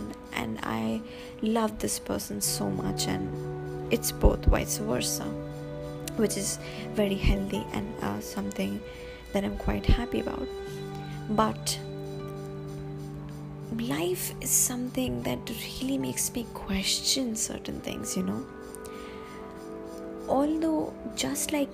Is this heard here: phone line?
no